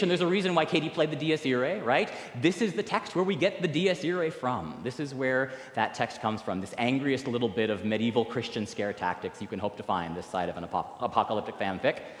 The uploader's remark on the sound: recorded live at the 10:00 am service on November 19, 2023